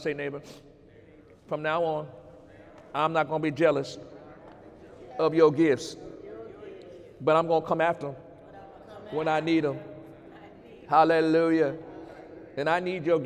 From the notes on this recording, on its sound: During Sunday morning service